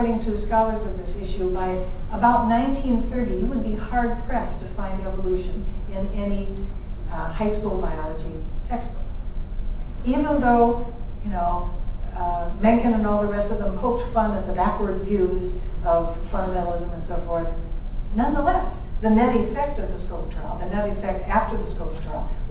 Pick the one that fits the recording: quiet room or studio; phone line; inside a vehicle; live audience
live audience